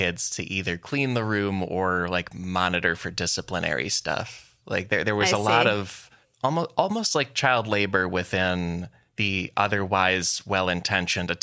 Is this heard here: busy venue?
no